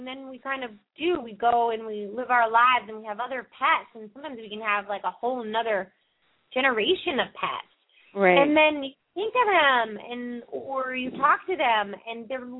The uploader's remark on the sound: open up the lines for listeners to call